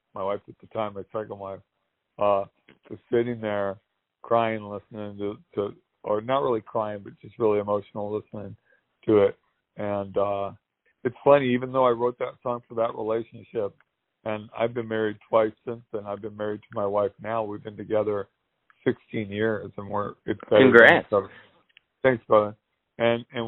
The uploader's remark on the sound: They spoke over the phone